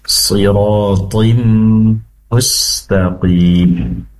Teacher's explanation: dengungnya lebih lama karena di situ ada tanwin bertemu dengan mim, yaitu idgham bigunnah masuk seraya mendengung